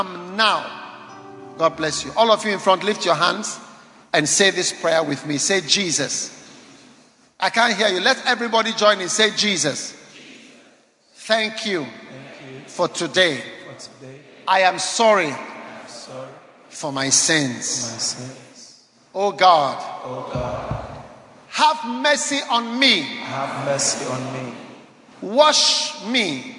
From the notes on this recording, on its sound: Preached at Holy Hill Chapel, Accra.